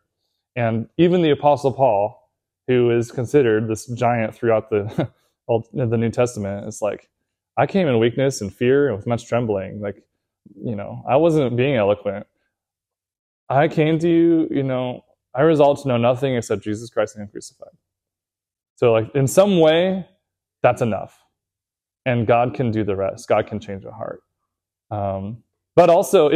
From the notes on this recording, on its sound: Recorded at Seabreeze Church